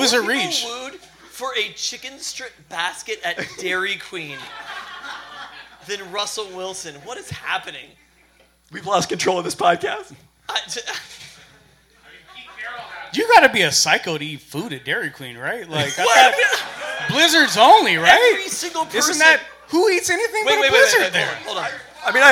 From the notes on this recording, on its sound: We held a live Peltoncast last Friday at Good Times Bad Bar in Queen Anne. Due to a podcaster error, only the first two segments and the start of the third were taped.